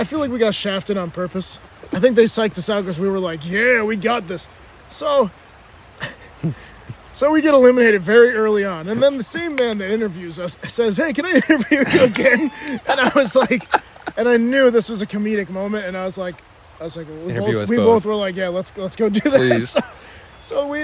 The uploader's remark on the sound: recording in the woods, but this time, it's winter